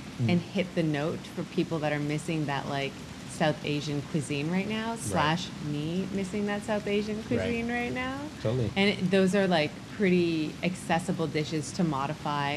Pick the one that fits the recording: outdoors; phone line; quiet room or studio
outdoors